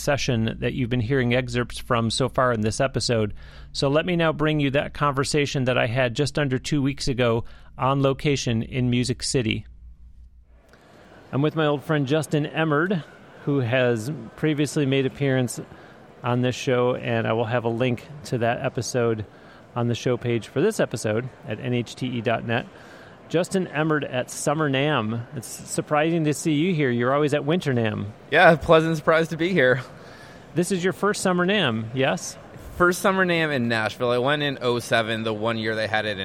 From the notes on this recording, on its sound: Audio recorded on-location at the Summer NAMM Show in Nashville. Guests that he welcomed on-stage during the opening session.